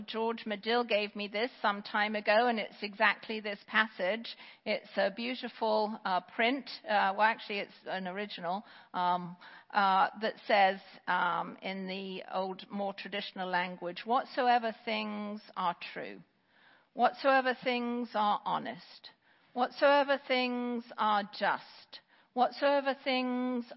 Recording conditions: large echoing room